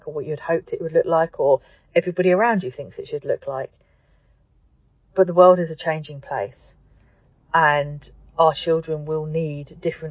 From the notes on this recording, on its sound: as I sit in the car outside my son's exam centre